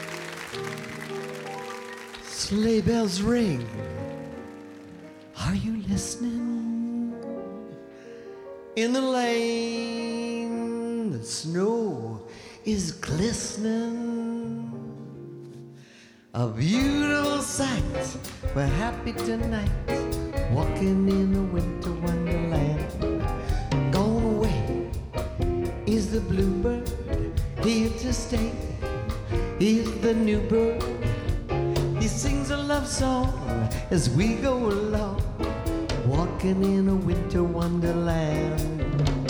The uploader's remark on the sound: Live at the South Point Casino